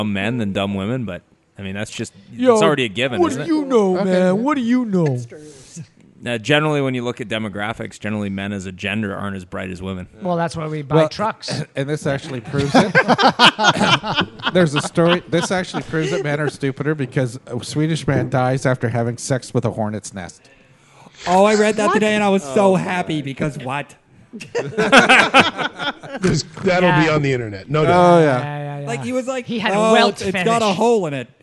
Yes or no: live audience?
yes